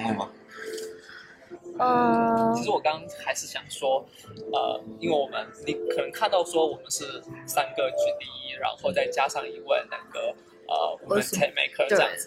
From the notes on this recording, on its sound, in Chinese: Google I/O Connect 现场特别篇。于上海参加 Google I/O Connect 大会及 Community Mixer 活动时录制的特别节目。于 Google 在上海浦东预订的酒店大堂临时录制了本期特别节目。